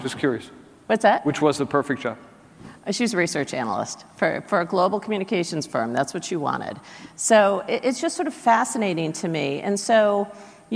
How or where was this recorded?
busy venue